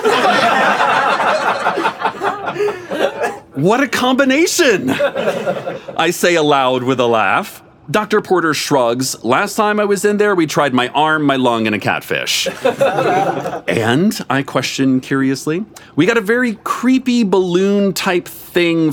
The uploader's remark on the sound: In front of a live audience.